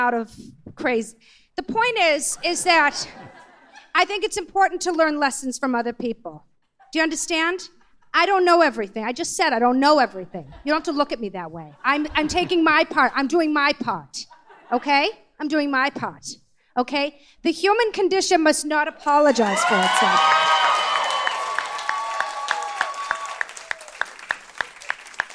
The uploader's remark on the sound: LIVE at the Bell House in Brooklyn